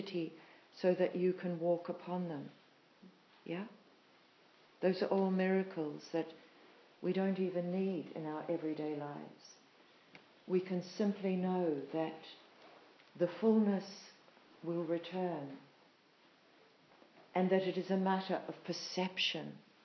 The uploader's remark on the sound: Live recording of retreat talk. At Mana Retreat Centre, NZ.